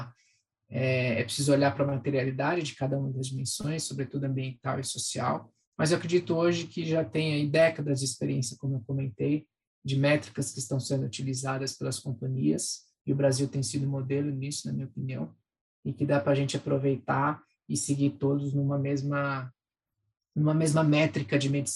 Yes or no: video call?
yes